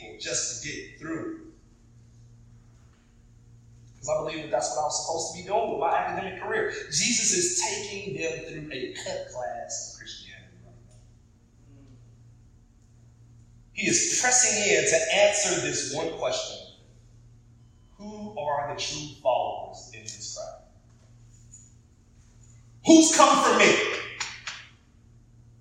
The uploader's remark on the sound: Apologies for the audio quality this week!